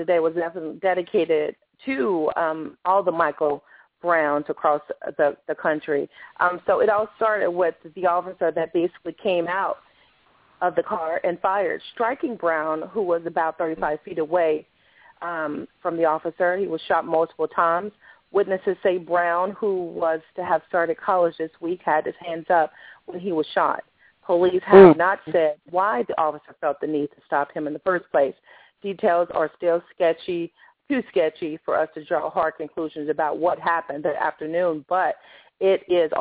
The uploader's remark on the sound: open up the phone lines